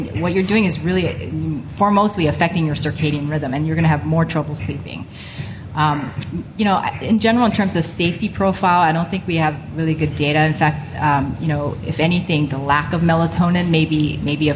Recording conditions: live audience